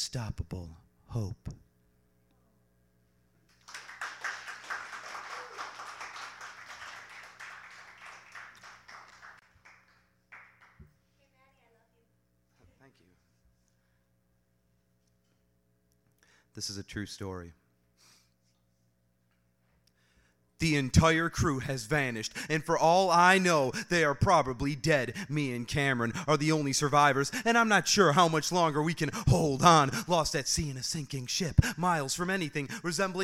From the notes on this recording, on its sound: There’s a few poems and songs in the open-mic. From Hamtramck MI.